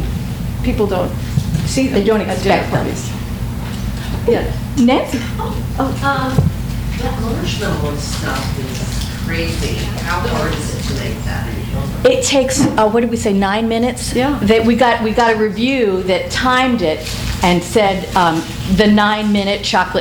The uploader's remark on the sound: THIS EVENT WAS RECORDED LIVE AT SKYLIGHT BOOKS ON JUNE 18, 2013.